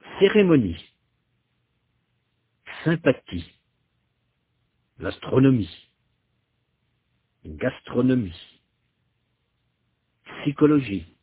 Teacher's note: Notez que le son I est fermé et long.